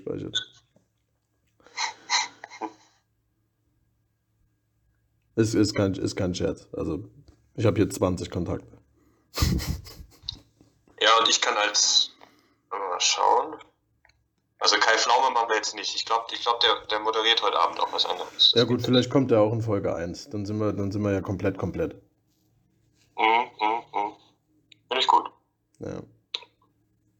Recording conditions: poor sound quality